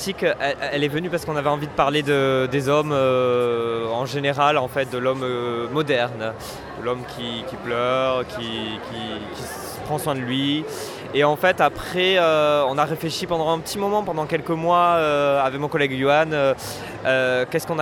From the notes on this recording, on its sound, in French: Voici les interviews réalisées lors du Festival Francophone de la web série , qui a eu lieu lors du TGS 2016 à Toulouse. Voici les interviews réalisées lors du Festival Francophone de la web série , qui a eu lieu lors du TGS 2016 à Toulouse.